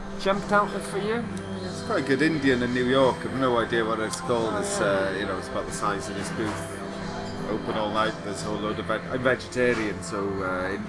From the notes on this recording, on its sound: Recorded July 24, 2016 at the Sinclair in Cambridge, MA.